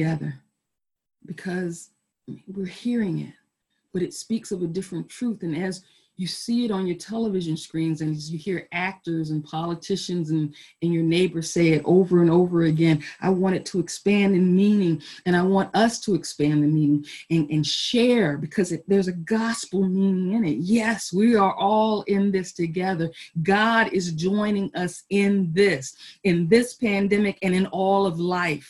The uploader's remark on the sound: Our Zoom streamed Easter Service.